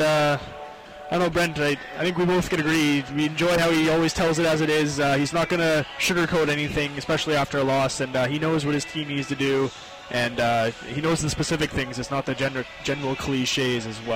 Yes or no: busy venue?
yes